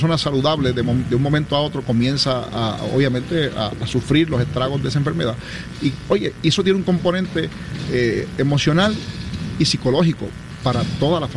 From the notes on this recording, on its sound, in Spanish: Hoy en directo desde el Coca Cola Music Hall.